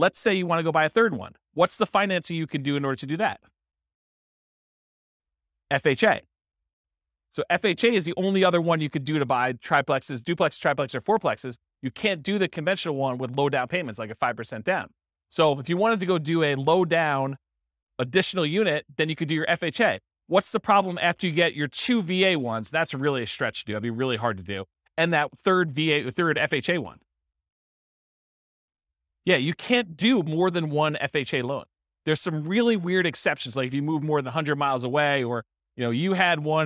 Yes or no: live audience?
yes